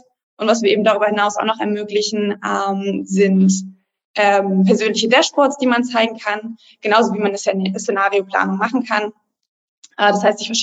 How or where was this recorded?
video call